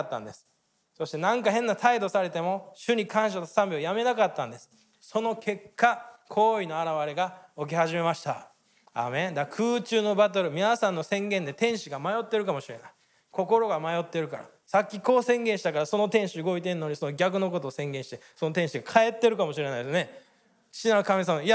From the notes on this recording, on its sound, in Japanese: 日曜礼拝 収録分です